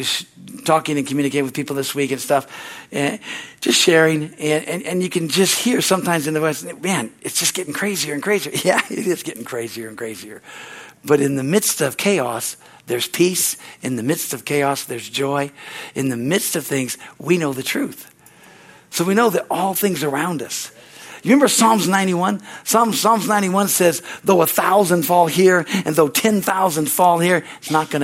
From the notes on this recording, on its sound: the Wednesday service on July 12, 2023 at Harvest Bible Church in Stockton, CA.